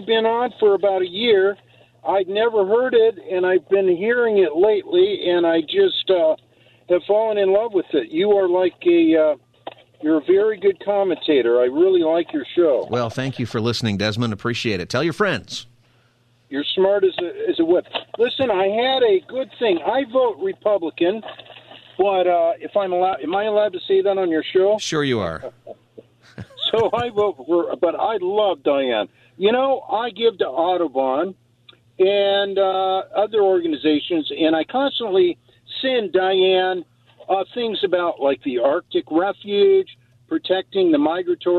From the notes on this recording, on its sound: It's also Open Phone Friday. Takes your calls on any topic.